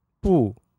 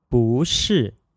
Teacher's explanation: the tone for 不 on its own is fourth tone, but in the combination 不是 it changes to a second tone. 不 is one of the two key Chinese characters that changes its tone depending on the tone of the character that follows it.